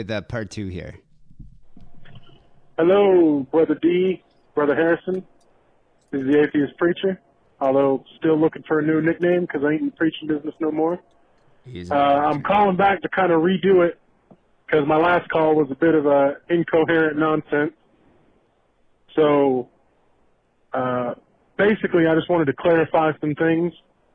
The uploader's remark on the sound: Phone calls.